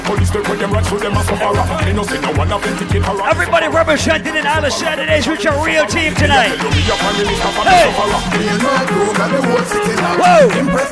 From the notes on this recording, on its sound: LIVE AT ISLAND SATURDAYS. LIVE PARTY AUDIO!